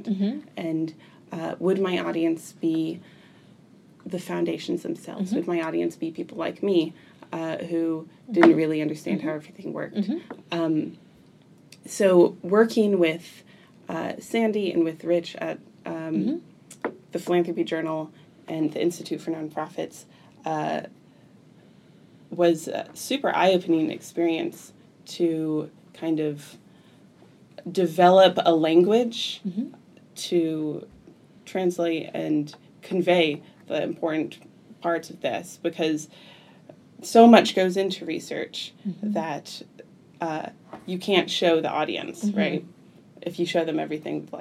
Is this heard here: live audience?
no